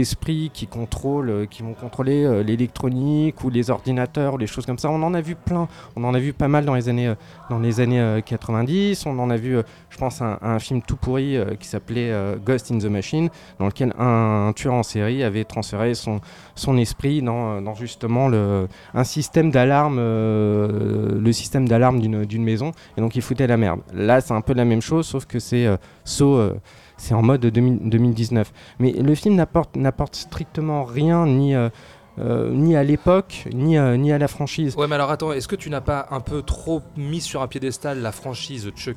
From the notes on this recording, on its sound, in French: Malgré une canicule qui pointe méchamment le bout de son nez. Enregistré au Hurling pub (8 Rue Descartes, 75005 Paris), le vendredi 21 juin 2019.